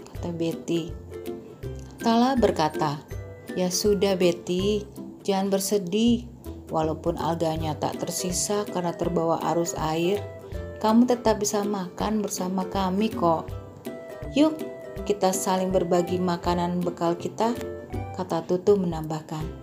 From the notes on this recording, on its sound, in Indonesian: Cerita direkam menggunakan HP. Di rumah dan dikirimkan via aplikasi chat di masa awal PPKM, saat kita semua dianjurkan untuk mengurangi mobilitas dan tetap di rumah saja di akhir pekan.